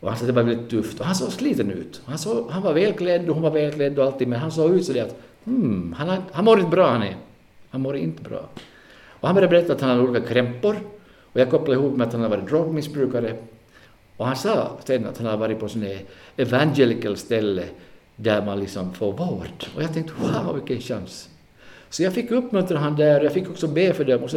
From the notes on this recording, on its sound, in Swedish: Denna vecka får ni lyssna på en live-inspelad podd. Vi fick äran att gästa Metodiskyrkan i Karleby.